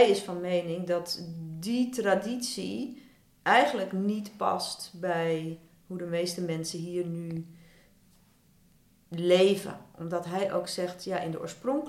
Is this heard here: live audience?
no